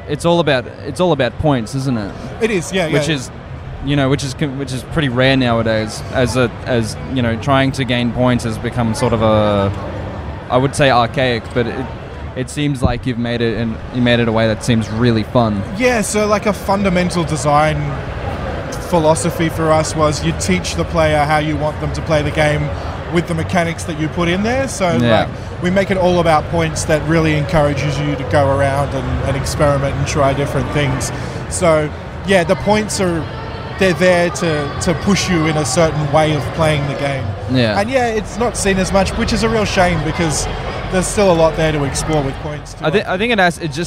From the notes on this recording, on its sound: Recorded Friday 11th October 2019 at PAX Australia at Melbourne Convention and Exhibition Centre.